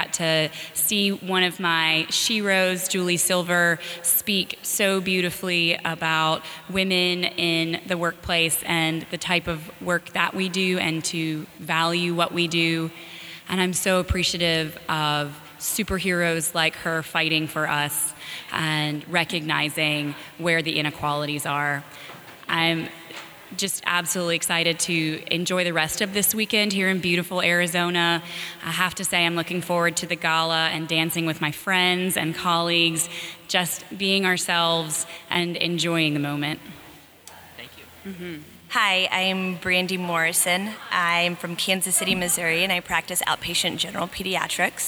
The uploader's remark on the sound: During the Conference he set up his microphone and interviewed several of the women who attended.